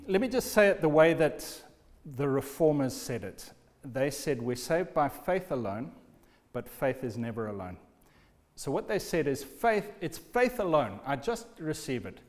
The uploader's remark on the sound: Recorded at the Lighthouse Bible School